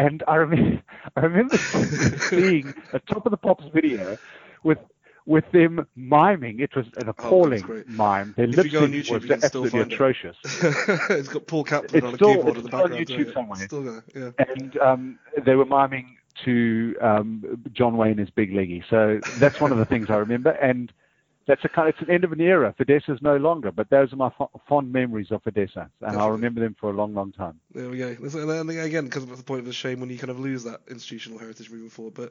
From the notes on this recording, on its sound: phones in from London